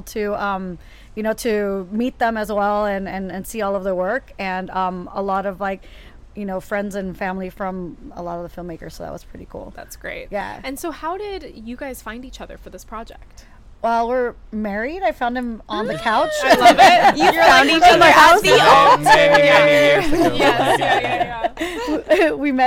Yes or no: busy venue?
yes